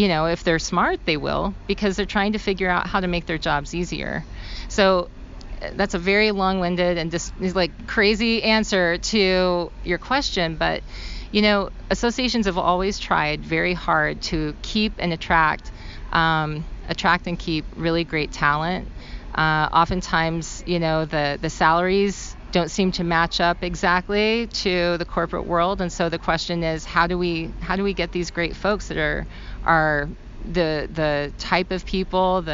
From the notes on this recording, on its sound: At ASAE's 2023 Annual Meeting in Atlanta.